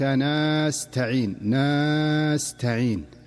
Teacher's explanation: ومثلها في قوله تعالى إياك نعبد وإياك نستعين، فتجد البعض يقول وإياك نستعين نستعين، فيدخل ألفا بين النون والسين · Term: التوليد